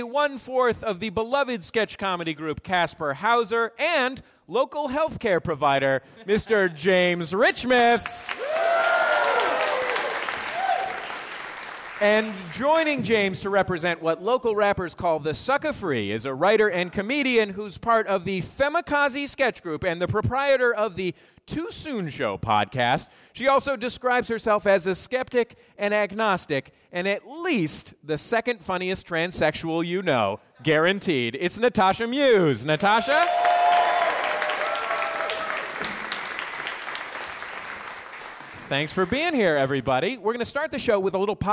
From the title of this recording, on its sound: Live in San Francisco